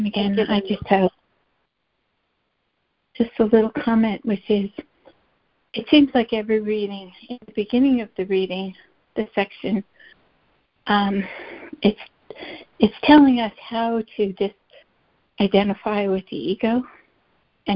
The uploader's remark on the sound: ACIM Daily Conference Call.